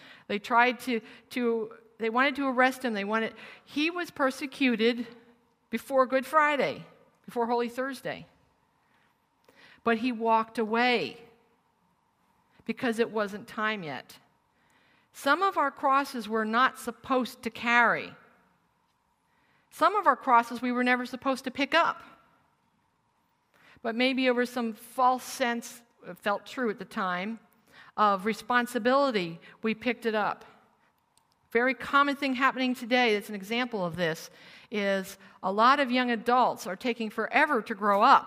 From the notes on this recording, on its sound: Originally recorded as a live retreat in New Zealand